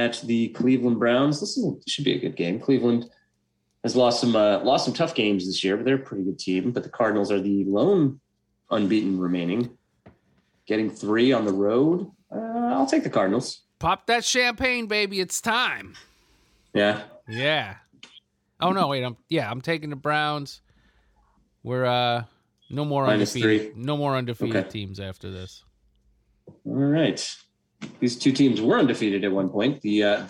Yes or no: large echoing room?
no